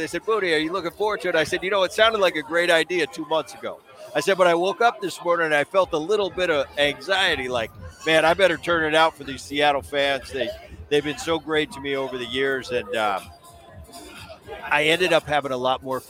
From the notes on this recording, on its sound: Live From MLB All-Star Weekend. Is in Seattle for the MLB All-Star festivites and is joined live by two former teammates.